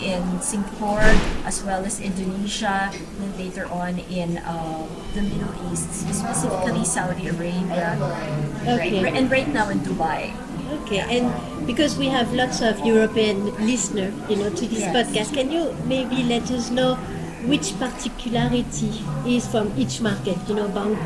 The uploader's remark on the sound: During the last edition of Playtime New York in February we recorded a podcast. Unfortunately, there was a significant amount of background noise in the room that affected the clarity of the audio. We sincerely apologies for the poor quality of the record.